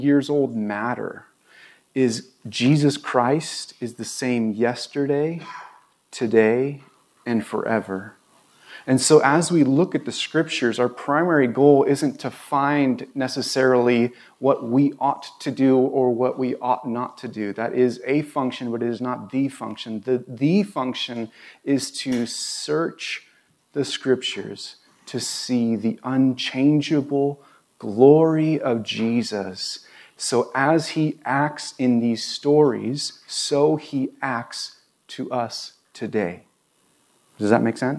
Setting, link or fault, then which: setting, large echoing room